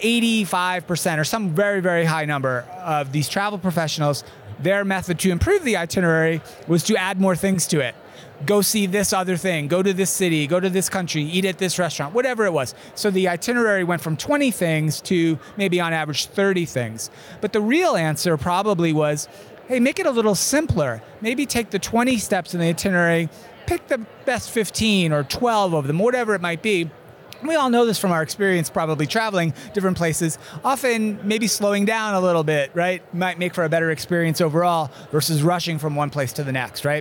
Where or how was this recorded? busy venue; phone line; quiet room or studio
busy venue